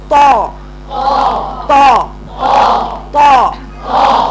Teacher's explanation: حسي بالصدى كده موجود، ذلك صدى الحرف المستعلى المطبق كله موجود جوه، ما ينفعش تقولي طا طا ويخرج بره، ما ينفعش تخرجيه بره، تقولي طا، قولي طا. طيب يبقى هنا مخرج ظهر اللسان مع اصول الثنايا العليا · Term: حرف الطاء